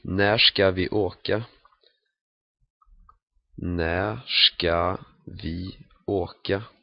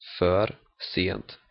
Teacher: if a word ends with R and the next one begins with S, there's a merge usually